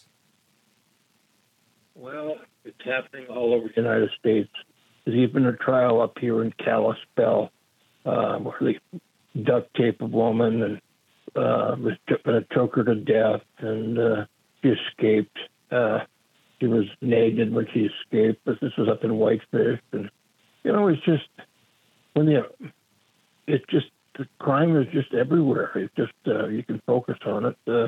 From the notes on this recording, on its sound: we take your calls in open phones across America